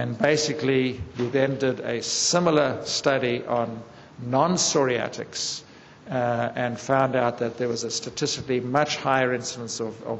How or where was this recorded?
large echoing room